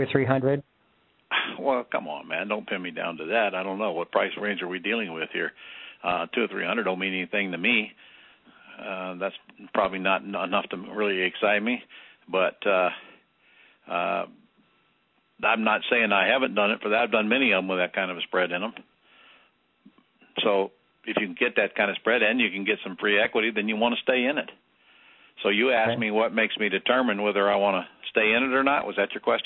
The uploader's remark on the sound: Q&A Call